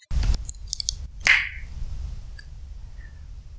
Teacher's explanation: The echolocation click is made by snapping your tongue on the roof of your mouth where the flat area begins to rise.